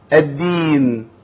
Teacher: الدين سمعتوا الدال ما شاء الله الدال طالعه زي العسل طالعه مظبوطه قوي ما فيهاش هوا